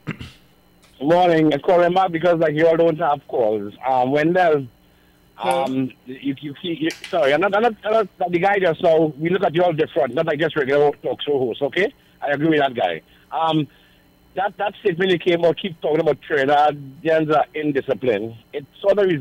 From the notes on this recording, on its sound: we take more calls from the audience